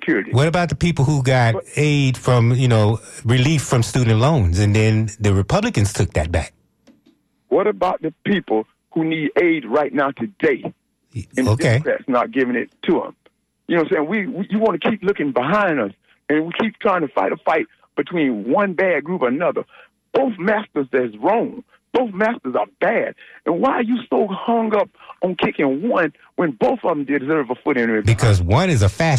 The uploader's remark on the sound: unique magazine format call-in show